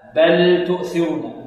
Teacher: وهذه اللام بارك الله فيكم مخرجها قريب من مخرج التاء